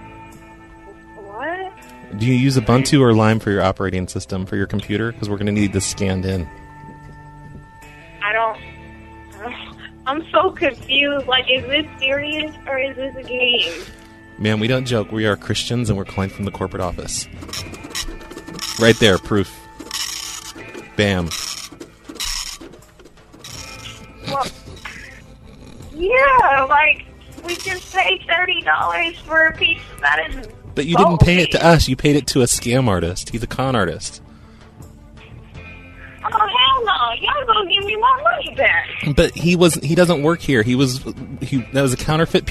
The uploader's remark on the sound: Prank Phone Calls